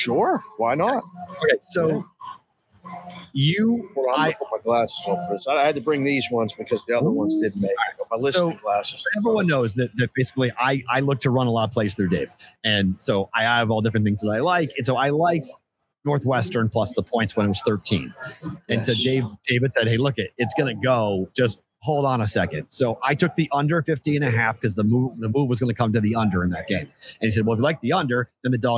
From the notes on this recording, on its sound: LIVE from Circa Sports in Downtown Las Vegas!